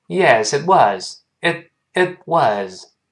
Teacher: It was 那个 t 也听不到 · Term: 失去爆破